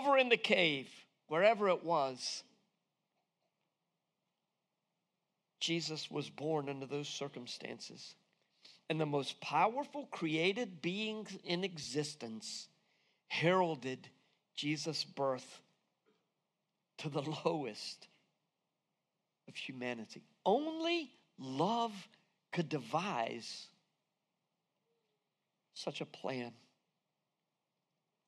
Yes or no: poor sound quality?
no